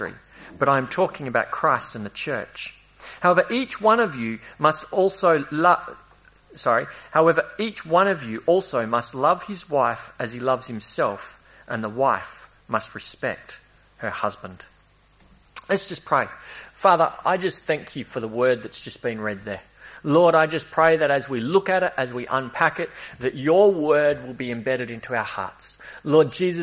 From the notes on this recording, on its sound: A series preached at Esperance Church of Christ.